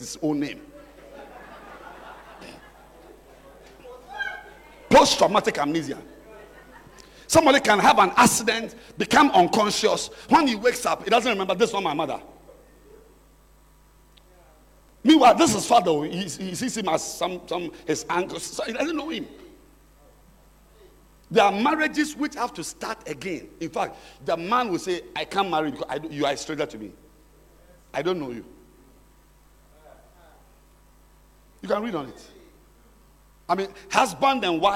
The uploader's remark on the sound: Preached At The Art Of Evangelism Conference